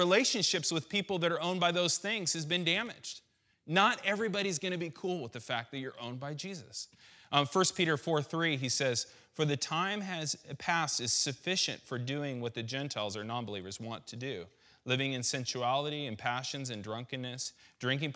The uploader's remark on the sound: This message was recorded on July 17th, 2016 at our Menifee campus.